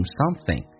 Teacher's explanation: It is something.首先，something 这个单词有时候在快速的时候，老外会把后鼻音 ing 说成前鼻音